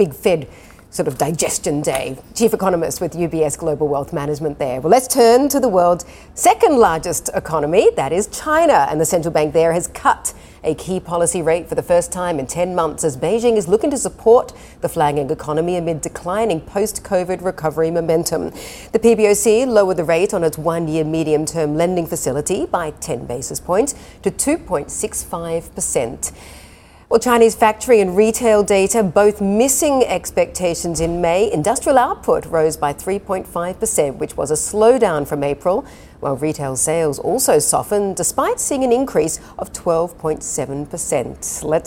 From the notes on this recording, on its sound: We are live at Vivatech in Paris.